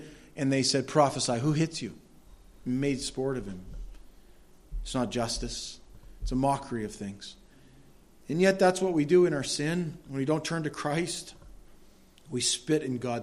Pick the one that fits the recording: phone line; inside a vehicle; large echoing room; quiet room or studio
large echoing room